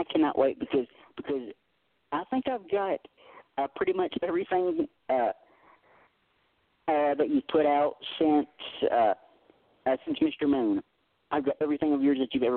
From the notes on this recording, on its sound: We're opening up the phone lines for one hour to take calls from former guests and listeners